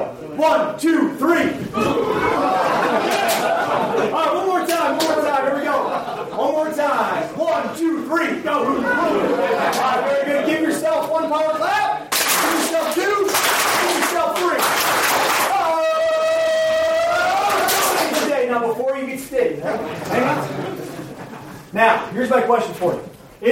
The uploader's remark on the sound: A live coaches educational clinic at The European Baseball Coaches Association Clinic. Prague Clinic. More than 100 coaches from all over the world.